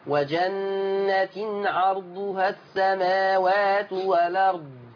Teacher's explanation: أولا لام التعريف، الألف واللام، زي كلمة الأرض، يشيل الهمزة وياخد الفتحة مثلا ويحطها على اللام فيصير المنطوق الأرض. · Term: النقل